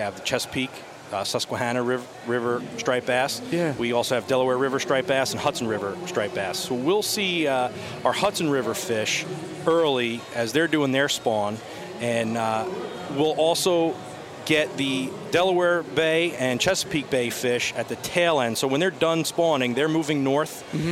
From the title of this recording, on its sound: Live from the Great American Outdoor Show